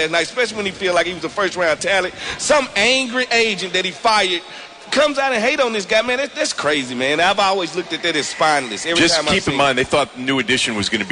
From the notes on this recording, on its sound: 2018 Redskins Draft Party. Live from FedEx Field!